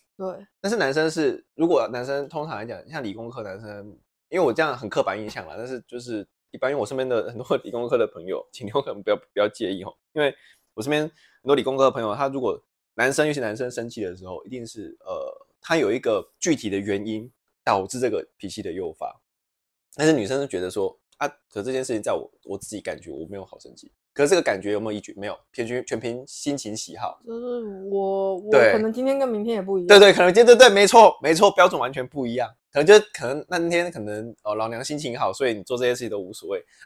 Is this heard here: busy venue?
no